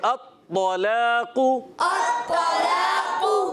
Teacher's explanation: طا موٹا رکھنا ہے، قاف بھی موٹا رکھنا ہے